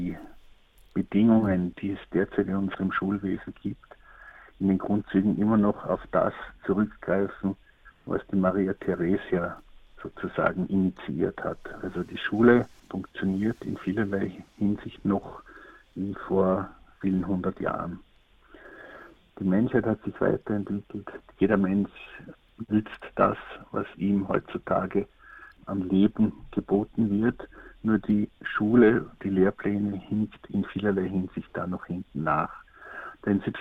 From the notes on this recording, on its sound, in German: Telefoninterview